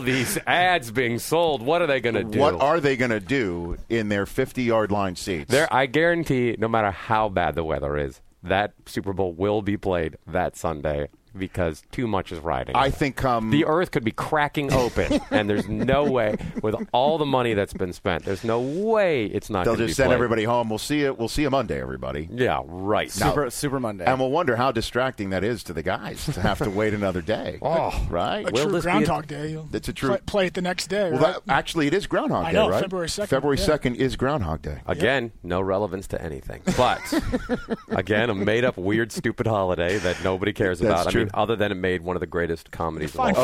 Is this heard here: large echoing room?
no